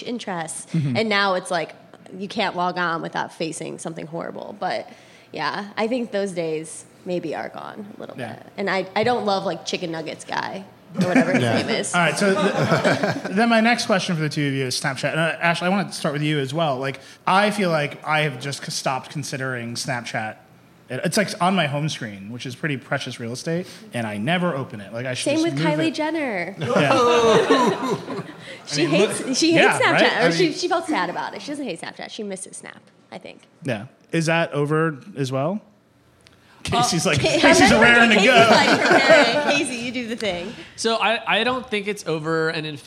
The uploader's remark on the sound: This week, The Vergecast is down in Austin, Texas for South by Southwest 2018 in front of a live audience.